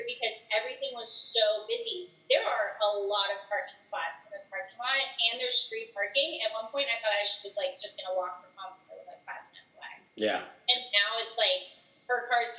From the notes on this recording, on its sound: With Coronavirus messing everything up. Busted out the Zoom.